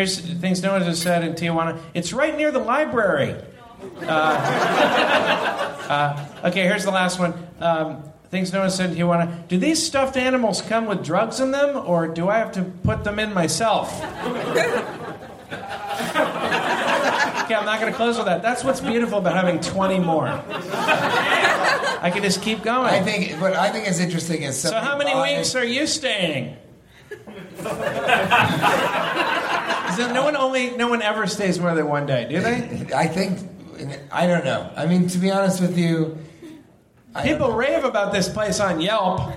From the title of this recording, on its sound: Live from San Diego!